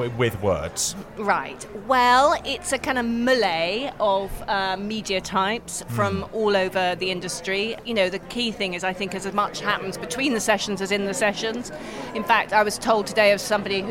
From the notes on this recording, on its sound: recorded at the Edinburgh International Television Festival 2017